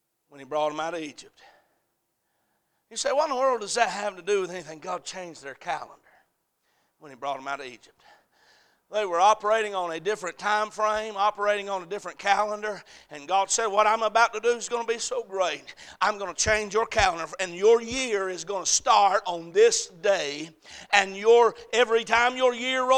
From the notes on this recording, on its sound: A message preached at Crossroads Baptist Church on Sunday night